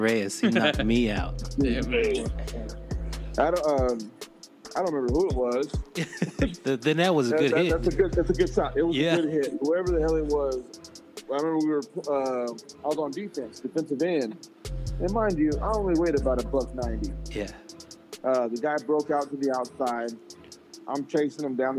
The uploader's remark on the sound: A special guest Cowboys superfan joins us by phone to give his prediction for the new year.